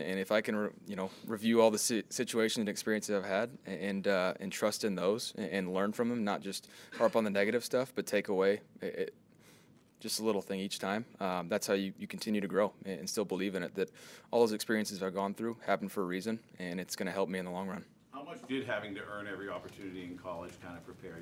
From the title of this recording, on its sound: Press Conference